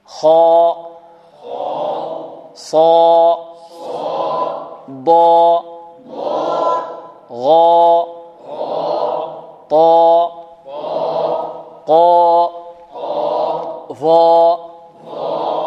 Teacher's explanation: نفخمها ونفخم الألف بعدها